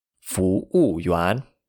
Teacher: FU in the second tone, WU in the fourth tone, and YUAN in the second tone